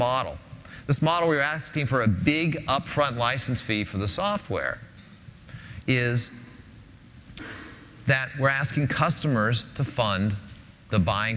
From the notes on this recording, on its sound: Linuxtag10. In this keynote presentation.